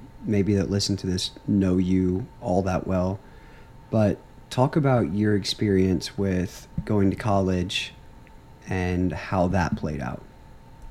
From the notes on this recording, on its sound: I apologize for the space heater running in the background and making noise... But, we were cold.